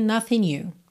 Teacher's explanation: nothing you juntou no N, já que o G não é pronunciado. Poderia ser nothing you, como se fosse um NH em português, né?